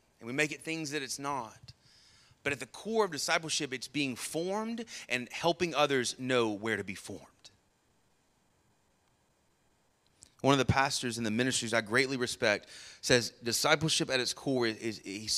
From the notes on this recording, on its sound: Sermon Audio from our Worship service